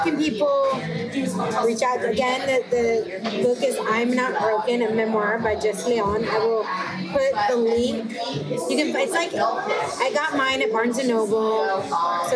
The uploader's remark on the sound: Thank you WetStone Wine Bar for hosting